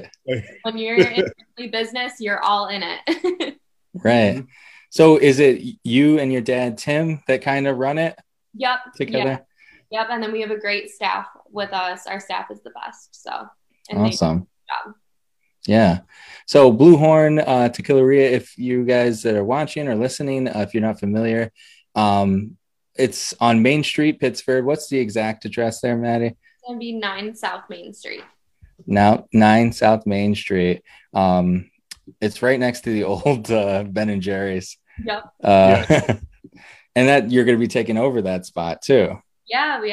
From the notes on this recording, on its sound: Record Live on Zoom